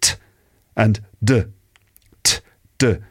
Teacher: Same thing here, t, and d, t, d. Pronounced in the same way, but the d sound has the voice and t doesn't.